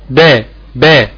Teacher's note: انت عندك في الشفه برضك فيها جزئين جزء خارجي وجزء داخلي زي ما احنا شفنا شويه. لو الشفتين التقوا مع بعض بالجزء الداخلي اخرج الباء